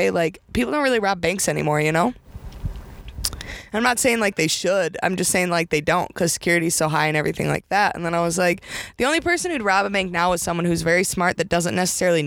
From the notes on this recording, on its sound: recording today’s episode in her new car!